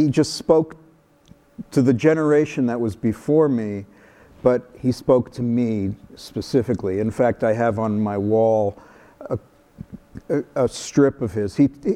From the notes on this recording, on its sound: live on stage